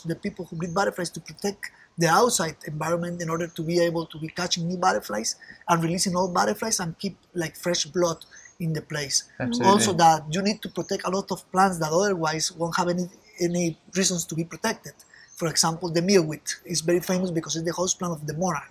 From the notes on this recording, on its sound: We visited him in his live butterfly exhibition on the university campus. It was, as you would expect, a little noisy, being in the middle of the big city, San José, but in our little pocket of paradise, we were surrounded by the most beautiful butterflies and jungle sounds.